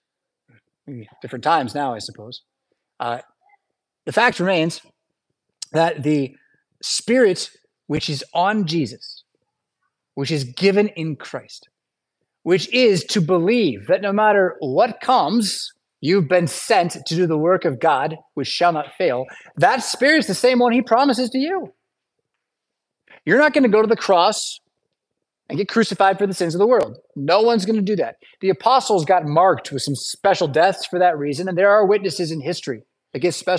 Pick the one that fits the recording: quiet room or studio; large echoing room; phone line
large echoing room